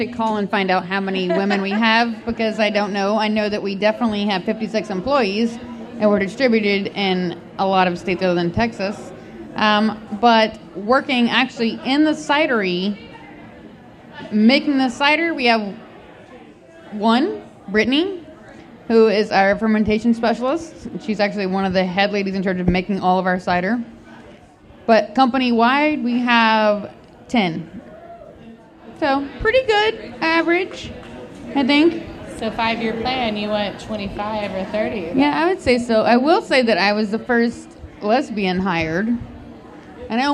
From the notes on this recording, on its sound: We're at BrainDead Brewing for the Women of Craft Beer 2017 panel as part of North Texas Beer Week. An audience Q&A with the panel.